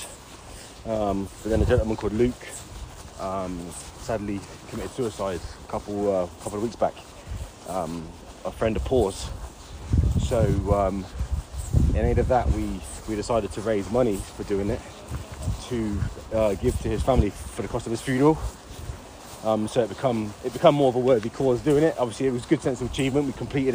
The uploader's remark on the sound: Walk It While We Talk It. Listen whilst we walk and talk.